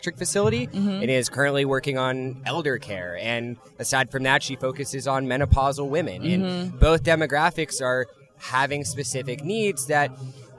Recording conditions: busy venue